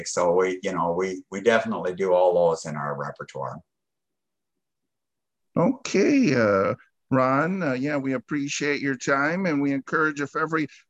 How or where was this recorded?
video call